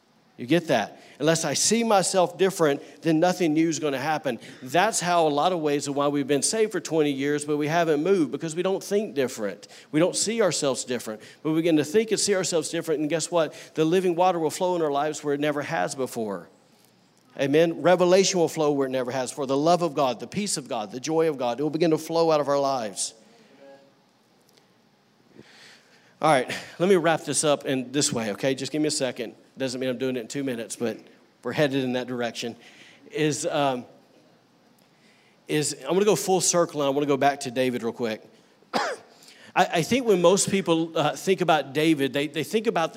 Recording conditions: large echoing room